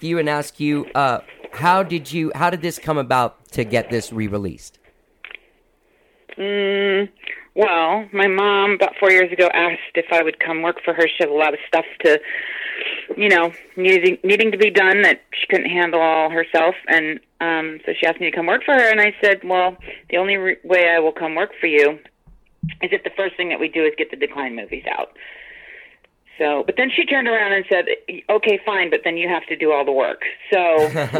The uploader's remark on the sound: We have a great phone conversation